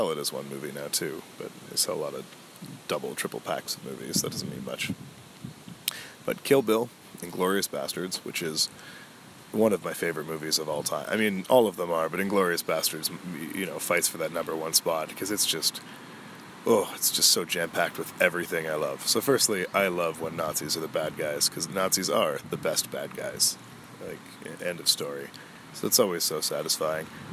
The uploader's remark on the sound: This was another exploratory episode, where we all get the pleasure of listening to the wide-wide world outside. My mic picks up it all, so enjoy the ambiance of a gentle breeze, trees rustling and of course some cars.